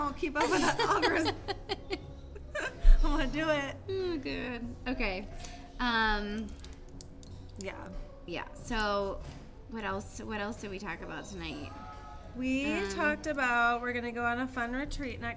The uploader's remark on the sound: Chat over wine. Sorry in advance for the audio- there's background noise!